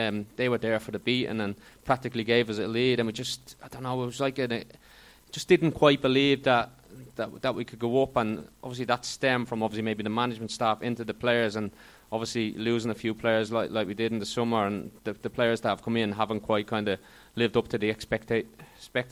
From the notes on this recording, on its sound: Live at Fausto Coffee. For a special live show at Fausto Coffee to celebrate the 500th episode of the WMS podcast.